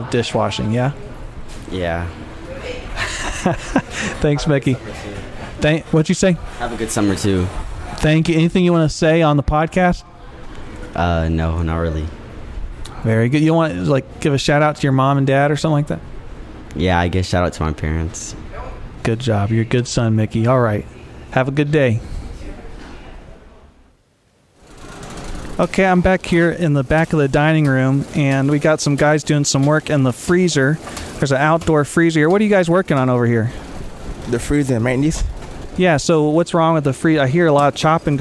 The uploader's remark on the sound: On this episode, come along for an epic journey to four Salvation Army camps as they gear up for the summer! Featuring interviews with staff and audio from camp in action.